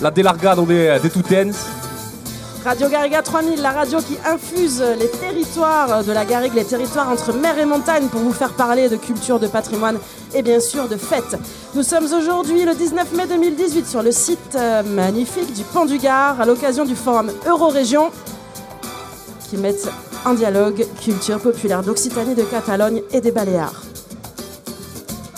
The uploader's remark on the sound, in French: Émission live de RG3000 à l'occasion d'une Totémiade sur le site du Pont du Gard, événement Eurorégion.